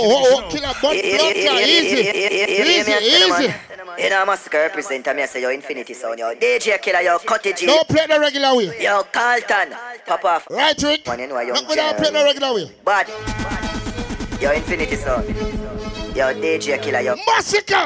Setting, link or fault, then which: setting, busy venue